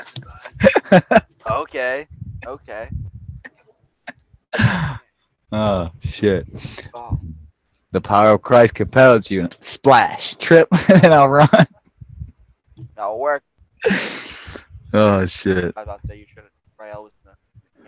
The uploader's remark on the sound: Sorry about the audio, we had some technicality difficulties